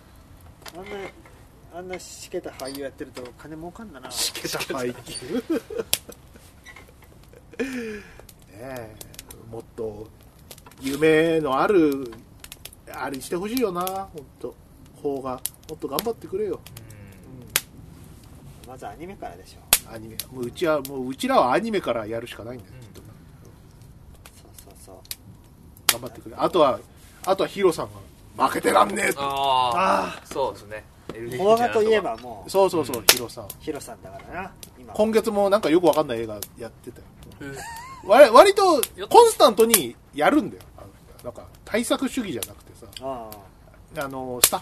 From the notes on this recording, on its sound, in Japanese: 久々のたき火収録です！火を囲んで。芋が焼けるまで収録しました。